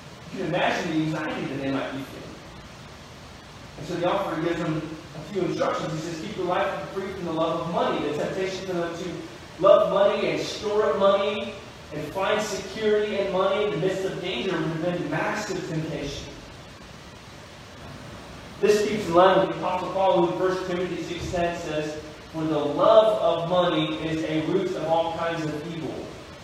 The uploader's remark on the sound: We apologize for the poor audio quality.